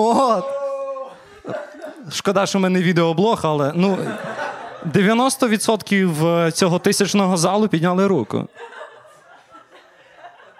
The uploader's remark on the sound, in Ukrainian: Запис здійснено у кавярні KARP coffe. Потужностями студії "Дві Сімки" та "радіо Скорбота".